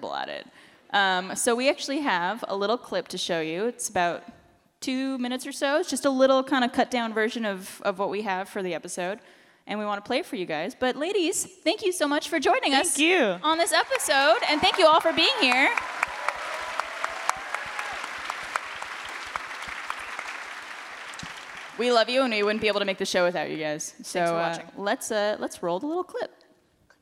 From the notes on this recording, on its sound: For this episode of Always Open live from RTX!